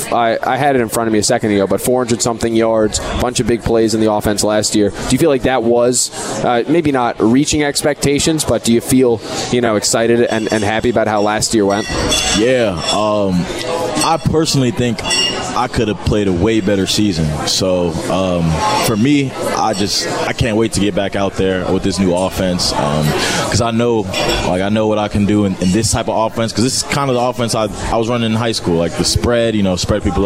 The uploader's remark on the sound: live from Monk's in Sun Prairie